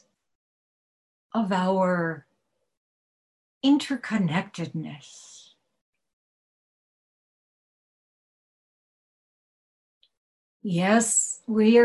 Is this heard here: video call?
yes